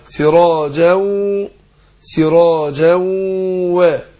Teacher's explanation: اقف عليها على التنوين سراجا بانت النون اهي مش كده، لكن لو اضغمت النون في الواو هتروح النون خالص صارت حرف واحد · Term: اضغمنا